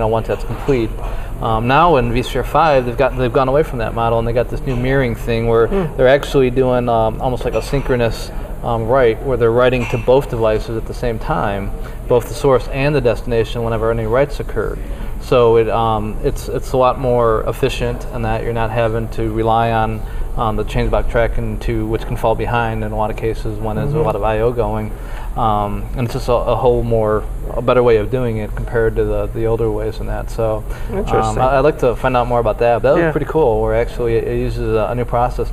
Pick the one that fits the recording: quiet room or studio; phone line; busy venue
busy venue